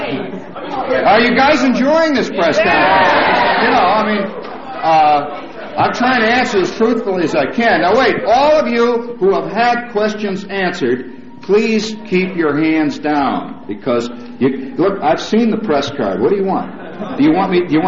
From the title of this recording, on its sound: Press Conference